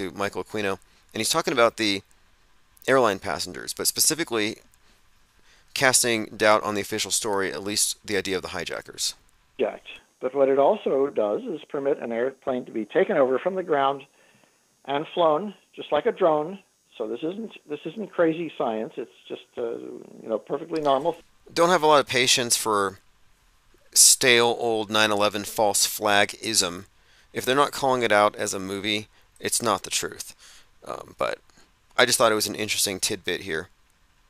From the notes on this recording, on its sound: Open Phone For Open minds